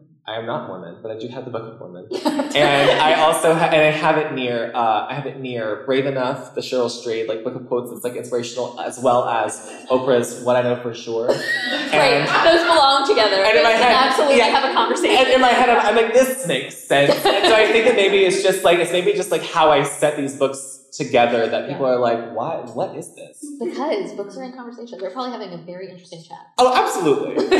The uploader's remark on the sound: From the Front Porch Live from Reader Retreat! A recording of our live show from our February Reader Retreat!